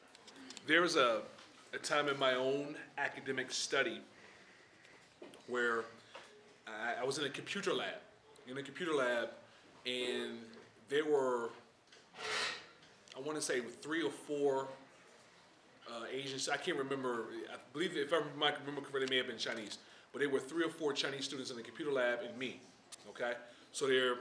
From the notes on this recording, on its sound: This recording was made at Sichuan University on March 30.